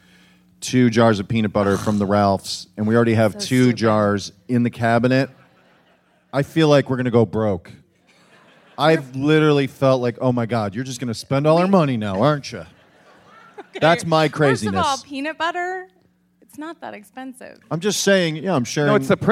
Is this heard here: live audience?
yes